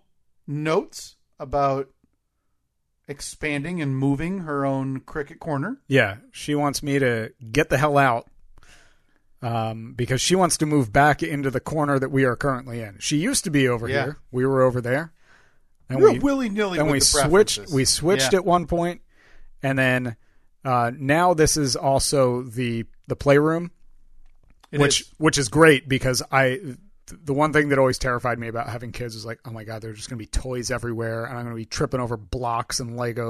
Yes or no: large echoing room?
no